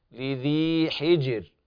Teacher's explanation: هل في ذلك قسم لذي حجر، لذي حجر، وهنا الراء ترقق حال الوقف حجر، وكذلك بيان القلقلة في الجيم.